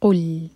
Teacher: قاف یہ دومہ کے لیے ہمارے ہوٹ گول ہوں گے، لیکن جب لام پر پہنچیں تو ہوٹوں کو فلیٹ کر لیں